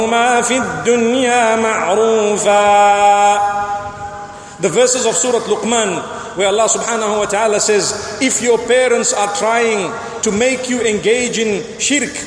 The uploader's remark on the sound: Delivered at Tuanku Mizan Zainal Abidin Musjid